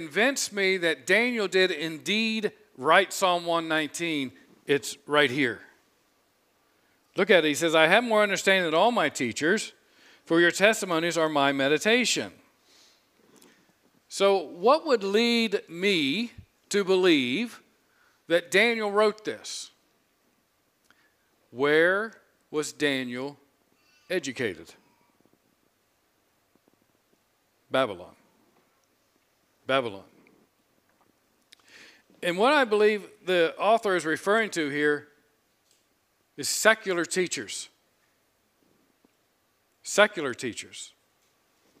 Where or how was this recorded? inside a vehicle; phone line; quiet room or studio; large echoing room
large echoing room